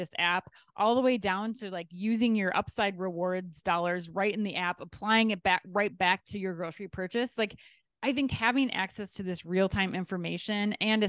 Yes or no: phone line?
no